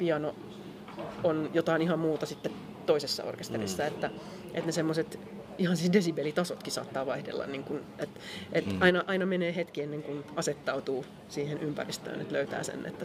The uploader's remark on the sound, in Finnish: Äänitetty Musiikkitalon kahvilassa